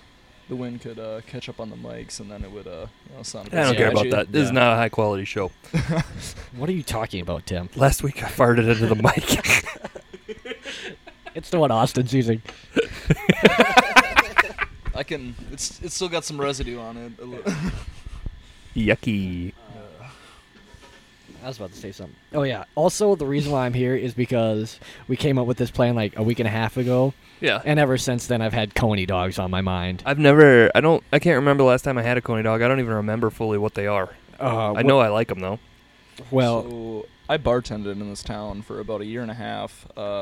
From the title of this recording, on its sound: Live at A&W